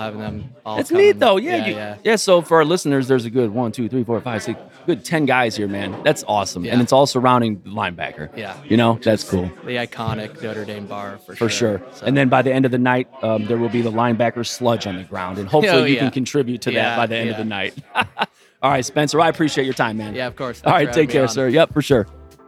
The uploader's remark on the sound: It has stood on the corner of Edison Rd & St Rd 23 since 1962. We record AT The Backer.